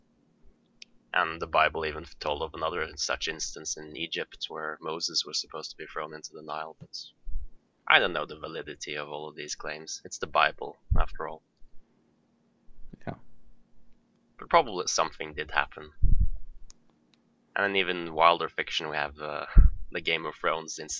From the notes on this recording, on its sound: the podcast is plagued with technical difficulties